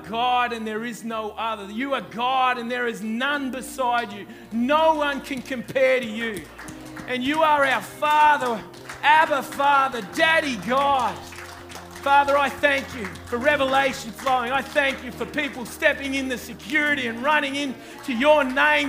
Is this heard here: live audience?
yes